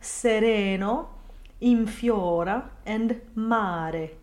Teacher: the R should be a single flip of the tongue, indicated in phonetics by a rounded lowercase r